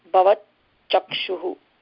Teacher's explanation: अत्र चकारस्य प्रभावेन तकारस्य स्थाने चकारः आदेशः · Term: श्चुत्वसन्धिः